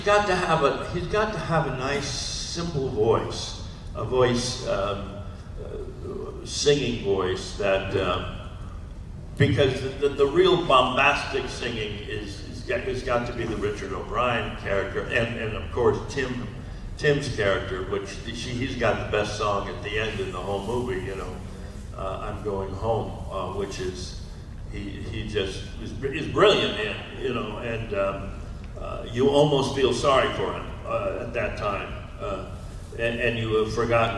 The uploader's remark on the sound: panel, Days of the Dead Atlanta, August 29, 2021